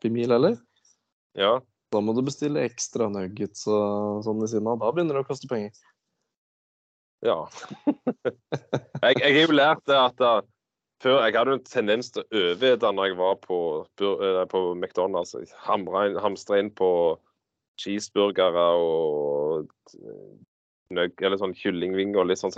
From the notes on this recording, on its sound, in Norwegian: Innspilt via Skype.